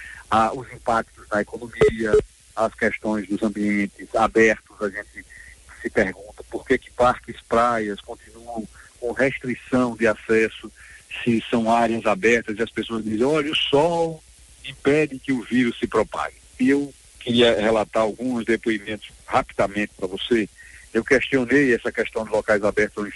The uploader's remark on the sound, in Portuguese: Concedeu entrevista por telefone à Rádio Liberdade FM, no programa Espaço Livre.